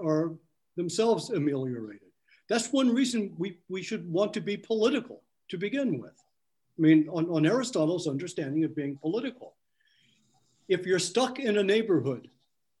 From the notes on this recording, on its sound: An online panel discussion.